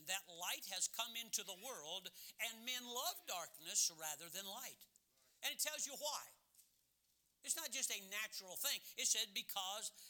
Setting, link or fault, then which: setting, large echoing room